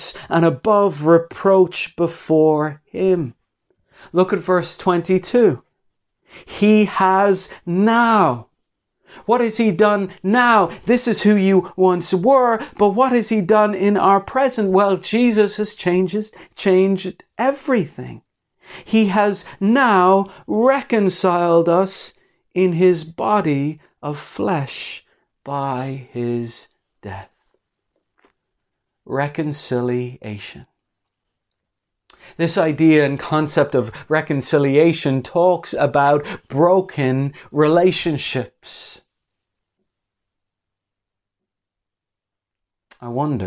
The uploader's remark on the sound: Morning Service Live Stream